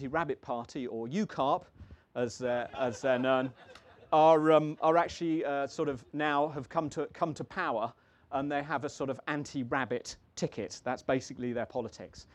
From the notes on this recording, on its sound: holds a packed marquee in the palm of his hand at the 2022 North Cornwall Book Festival